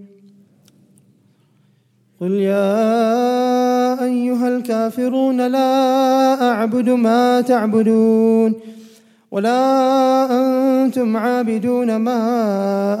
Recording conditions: large echoing room